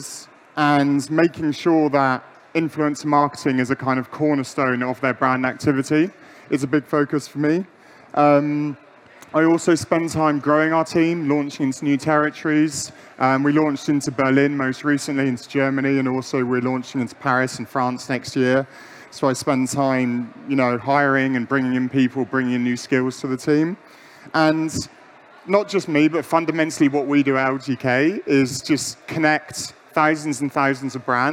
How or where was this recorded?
busy venue